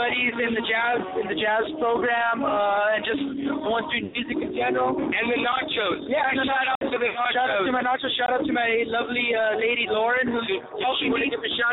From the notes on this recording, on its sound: Broadcasting live from the Old Towne Pub in Pasadena!